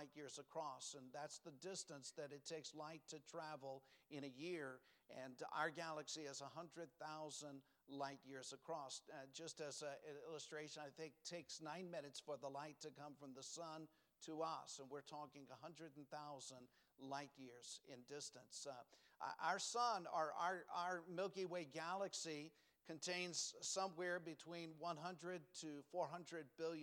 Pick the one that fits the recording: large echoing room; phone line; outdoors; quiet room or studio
large echoing room